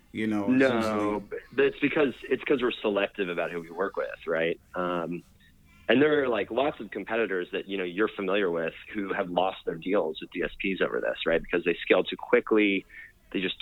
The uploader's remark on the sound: called